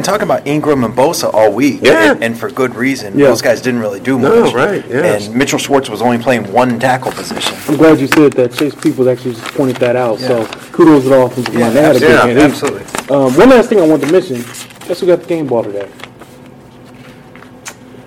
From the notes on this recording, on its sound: live from Arrowhead Stadium